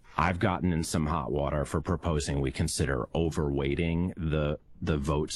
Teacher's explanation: Kind of that Northeast intellectual, very effeminate, vocal fry-y voice.